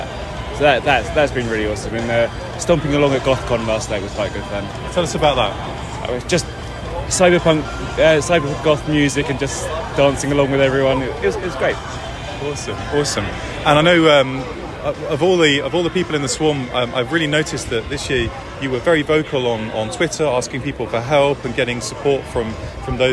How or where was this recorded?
busy venue